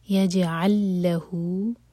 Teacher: ادغام متماثل ہے، یہ دو لام مرج ہو رہے ہیں.